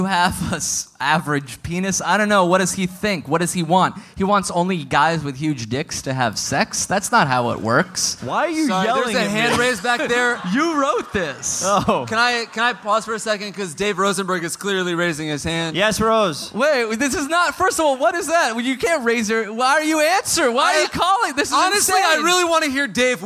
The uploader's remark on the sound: Live in Austin